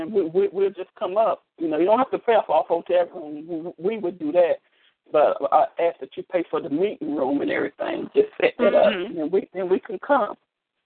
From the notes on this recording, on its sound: ALL CALLS ARE RECORDED AND SHARED ON ALL OUR PROGRAMS.